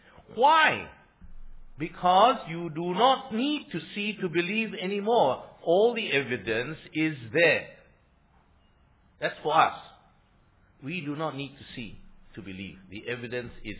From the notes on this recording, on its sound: Sermon preached on 27 Mar 2016 – Easter Sunday Worship Services